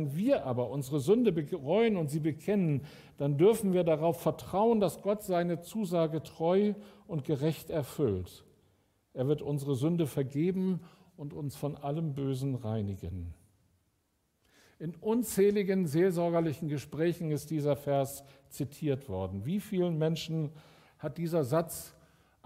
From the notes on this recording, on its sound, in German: Aufzeichnung der Predigt des Gottesdienstes